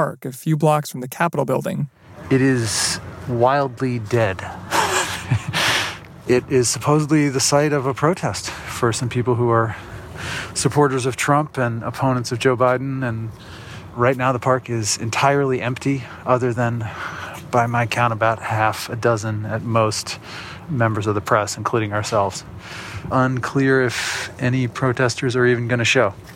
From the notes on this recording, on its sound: On the streets outside. On the Ground at Biden's Inauguration.